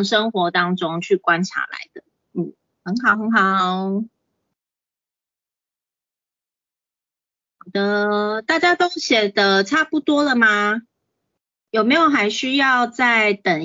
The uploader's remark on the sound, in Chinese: 此為線上課程錄音檔！